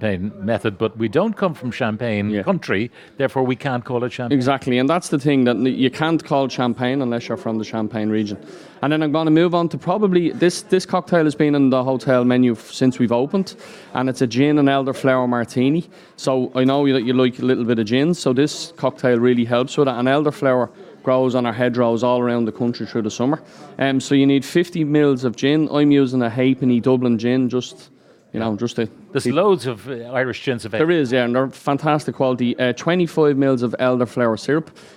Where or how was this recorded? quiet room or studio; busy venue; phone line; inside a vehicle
busy venue